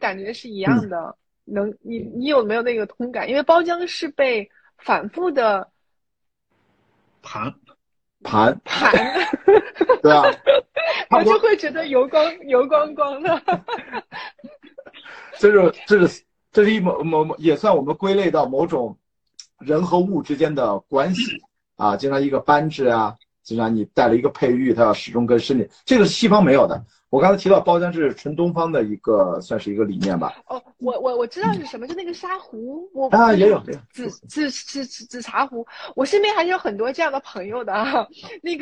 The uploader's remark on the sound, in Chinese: 本期内容因为是在知乎平台上的连线直播，所以音质跟平时录音机录制相比有明显下降，给各位带来的收听不便，还请多多包涵。